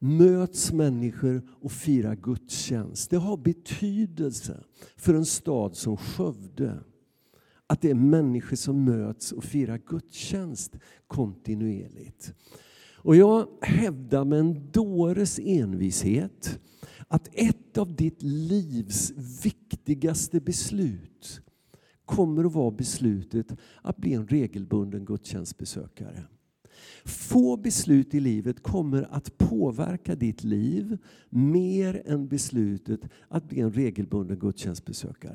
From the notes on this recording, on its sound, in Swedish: Inspelning från Immanuelskyrkan Skövde.